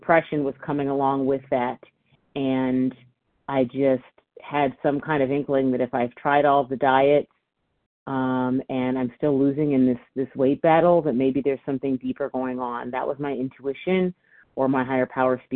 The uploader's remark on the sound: from the 100 Pounders Phone Meeting, 6/21/23